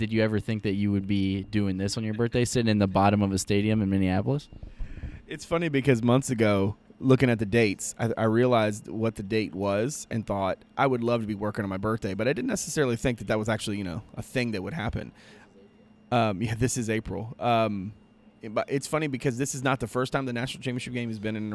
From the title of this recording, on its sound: Live From the Final Four